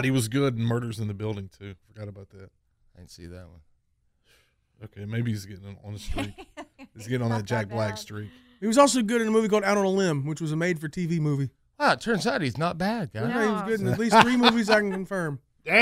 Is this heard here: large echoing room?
no